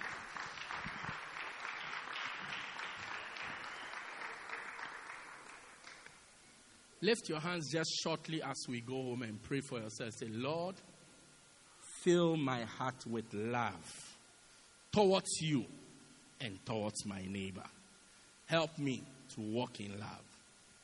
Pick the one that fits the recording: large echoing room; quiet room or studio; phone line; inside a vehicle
large echoing room